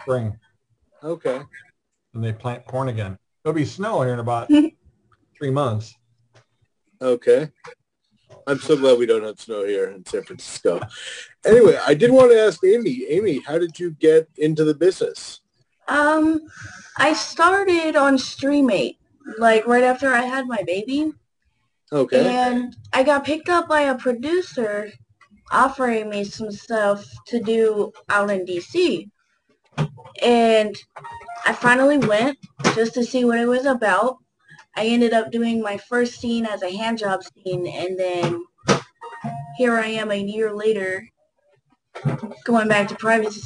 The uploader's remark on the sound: joined us on our Zoom Show